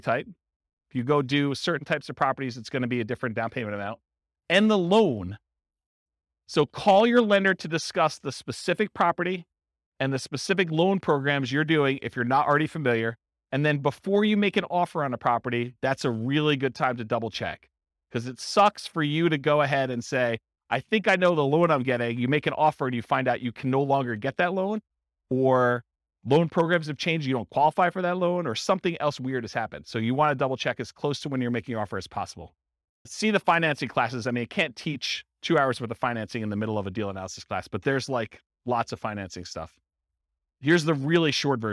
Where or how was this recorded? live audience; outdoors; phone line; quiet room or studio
live audience